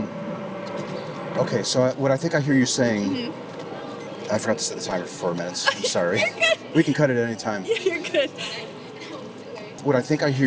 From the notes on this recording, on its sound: Location: San Antonio, Texas. Recorded w/Go-Pro.